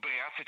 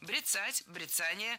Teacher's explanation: Ударение в этом слове ставим на второй слог. · Shown in: second take